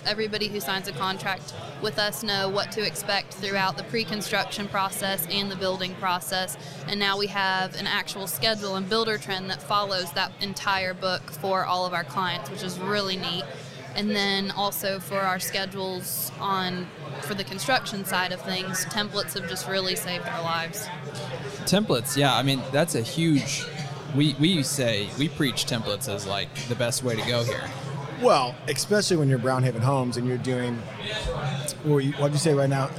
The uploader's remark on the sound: Live from Buildertrend University.